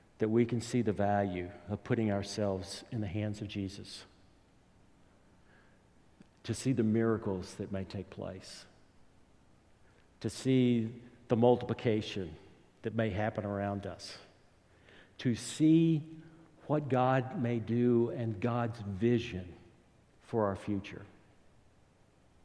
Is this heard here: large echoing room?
yes